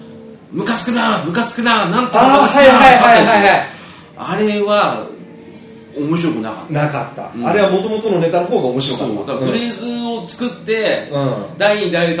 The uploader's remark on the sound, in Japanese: カラオケボックス収録なので音声は悪いですが